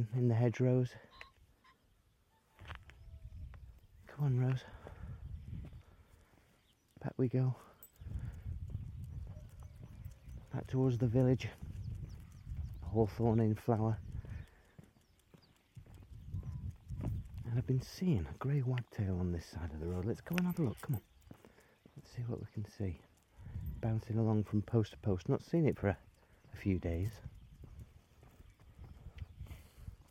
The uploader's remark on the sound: Early Morning Calibration. I capture some binaural birdsong.